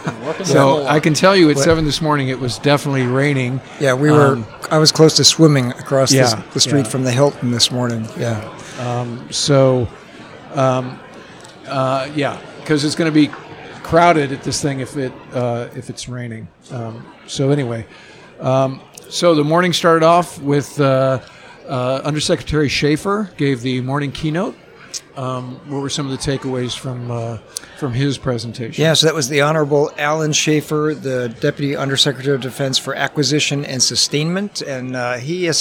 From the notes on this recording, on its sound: live from the San Diego Convention Center